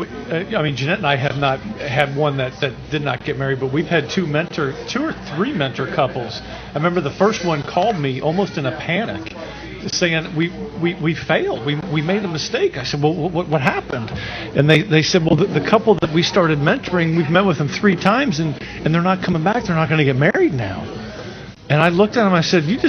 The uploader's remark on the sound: In front of a live audience.